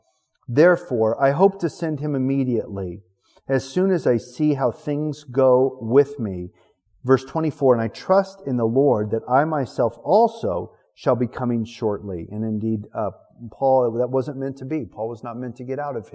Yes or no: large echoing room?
yes